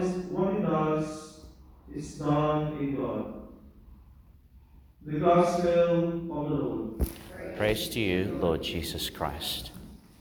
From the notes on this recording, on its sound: delivered in Our Lady Star of the Sea Catholic Church, Gladstone, Qld.